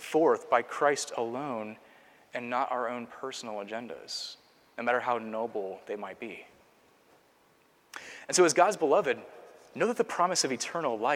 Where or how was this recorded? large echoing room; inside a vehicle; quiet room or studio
large echoing room